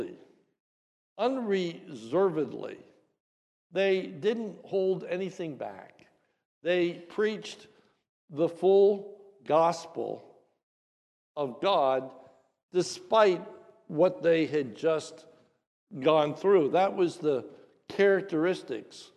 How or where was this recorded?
large echoing room